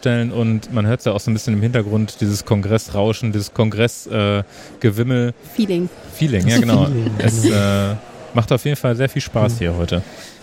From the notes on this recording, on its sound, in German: Live vom Deutschen Pflegetag. Darüber hört Ihr Stimmen von Besuchenden und Referent*innen.